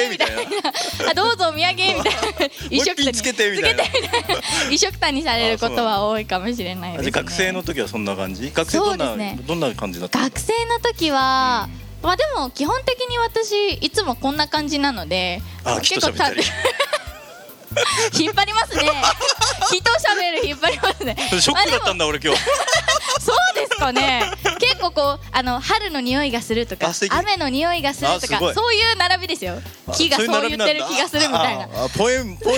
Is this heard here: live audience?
yes